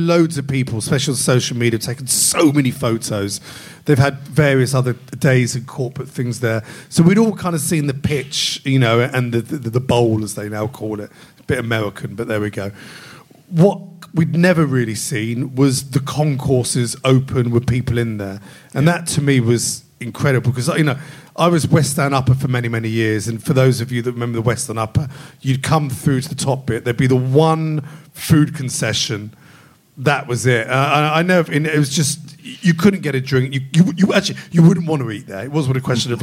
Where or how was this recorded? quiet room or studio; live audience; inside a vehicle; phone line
live audience